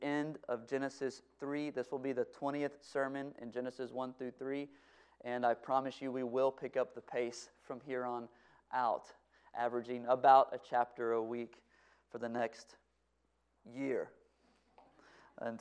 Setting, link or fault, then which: setting, large echoing room